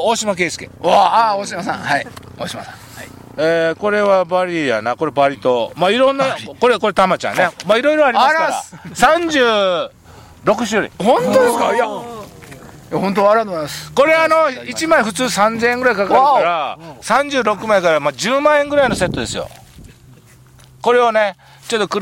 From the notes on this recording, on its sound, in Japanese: 長野県ビーナスラインの霧ヶ峰高原にて。バイクツーリングをして青空対談収録を開催いたしました。